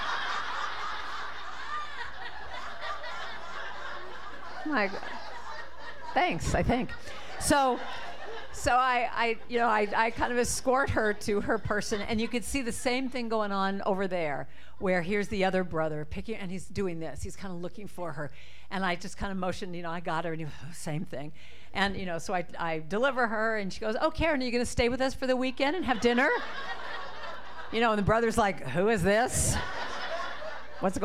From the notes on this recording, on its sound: This talk was recorded live at the Center for Spiritual Living Prescott on October 29, 2023.